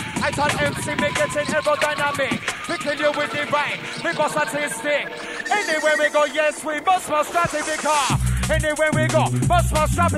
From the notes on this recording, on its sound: Tapes 1-4 Recorded Live At ‘Xmas Party’.